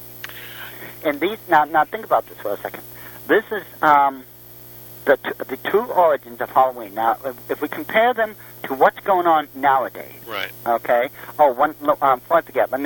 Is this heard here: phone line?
yes